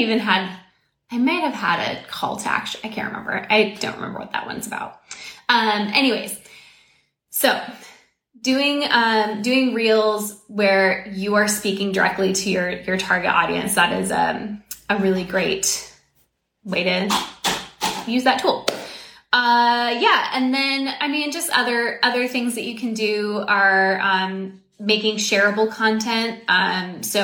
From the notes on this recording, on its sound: Me getting distracted by dogs walking by my house, and my own dog jumping on my lap.